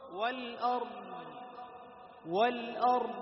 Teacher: والأرض الراء توسط الضاد رخاوة، أي زمن الضاد أطول من زمن ماذا؟ الراء